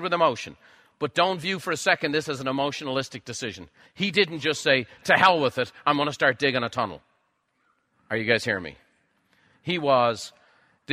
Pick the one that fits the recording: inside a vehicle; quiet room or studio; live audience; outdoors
live audience